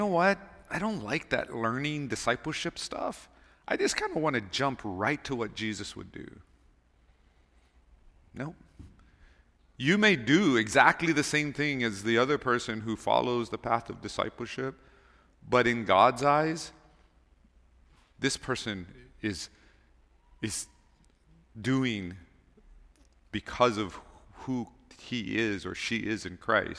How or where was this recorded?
large echoing room